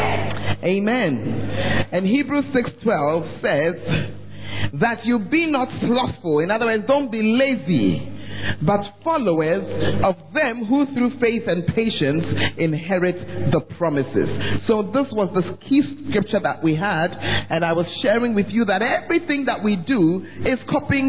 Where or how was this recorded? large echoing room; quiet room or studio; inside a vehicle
large echoing room